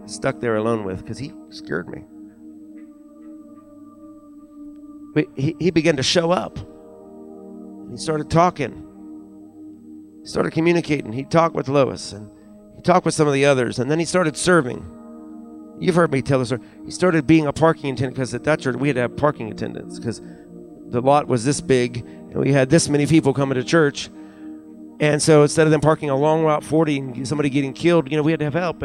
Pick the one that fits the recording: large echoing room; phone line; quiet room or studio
large echoing room